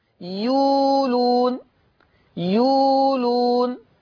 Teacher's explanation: إبدال الهمز الساكن في كلمة يؤلون. كلمة يؤلون تقرأ يولون، يولون.